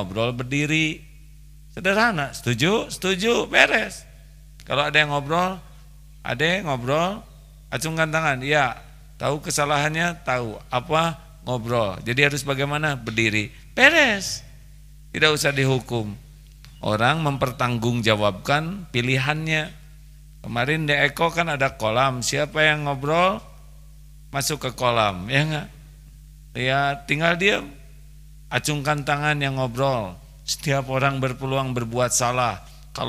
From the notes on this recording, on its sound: LIVE dari Masjid Daarut Tauhiid Bandung